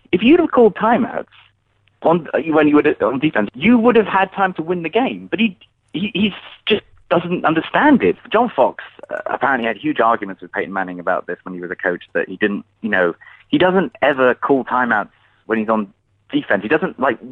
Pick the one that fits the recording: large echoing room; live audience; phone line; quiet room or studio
phone line